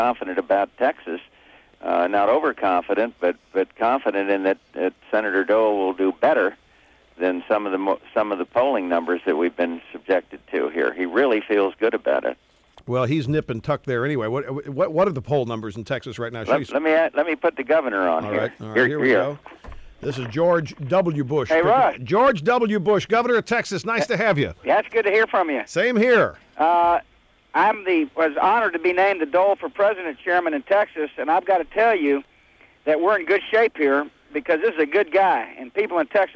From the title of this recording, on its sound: Calls into the Show